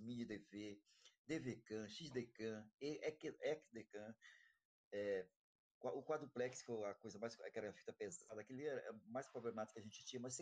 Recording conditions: video call